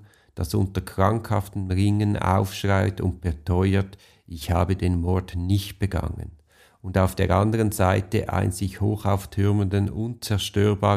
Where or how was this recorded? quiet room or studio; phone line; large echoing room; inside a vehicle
quiet room or studio